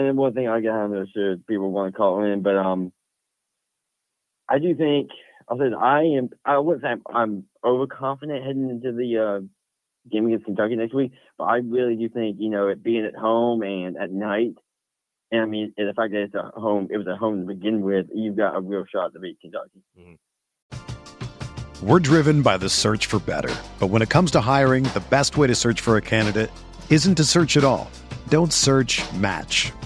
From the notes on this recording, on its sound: Postgame Call-In Show